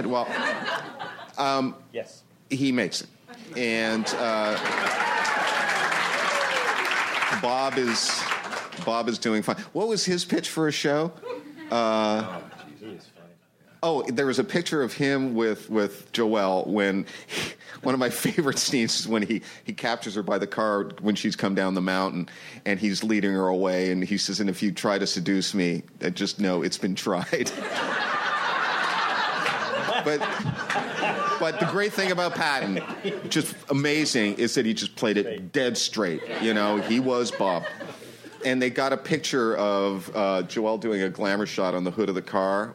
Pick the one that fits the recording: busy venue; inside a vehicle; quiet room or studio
busy venue